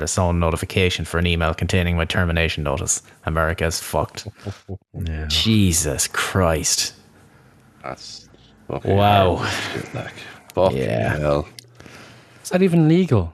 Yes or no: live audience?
no